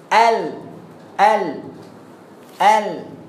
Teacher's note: صوت اللام لا يخرج من موضع التصاق اللسان بها بل من جانبيه، ومن ثم وصف اللام بأنه جانبي أو منحرف